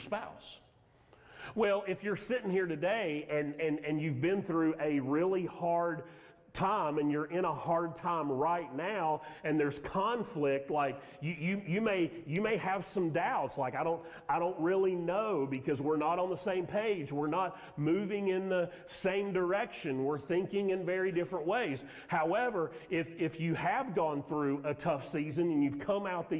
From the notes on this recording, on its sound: Sermon audio from Mission Church in Locust, NC.